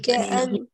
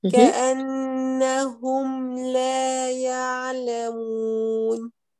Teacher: أظهر الميم قبل اللام بغنة الناقصة، لا تدغميها وتدمجينها في اللام · Shown in: second take · لا نقول كأنهم.